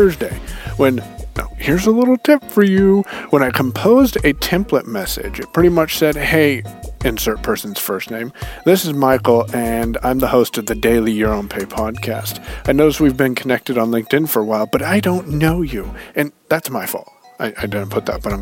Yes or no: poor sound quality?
no